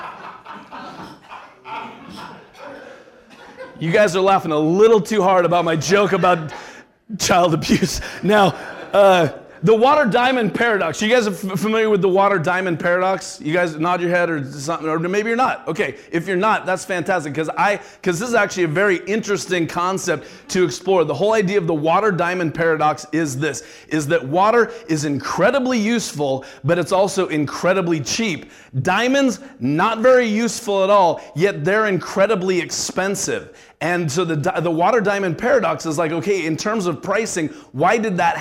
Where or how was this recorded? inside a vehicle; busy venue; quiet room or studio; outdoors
busy venue